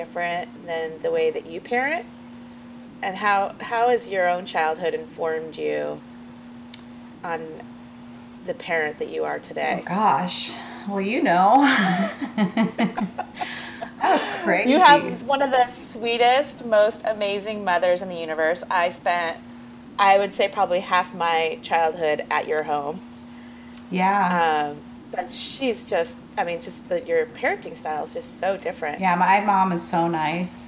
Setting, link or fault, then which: fault, sounds in the background